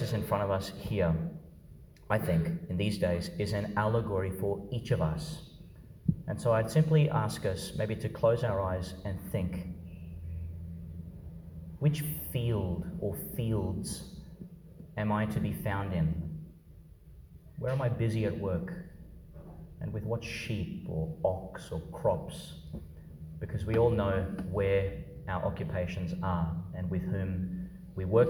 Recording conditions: large echoing room